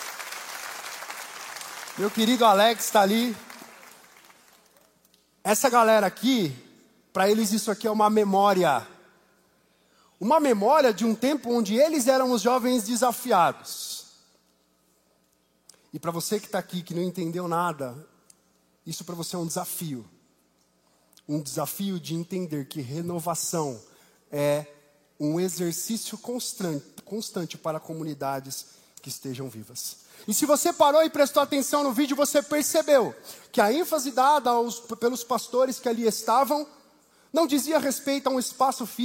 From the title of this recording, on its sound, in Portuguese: Culto ao vivo IBMorumbi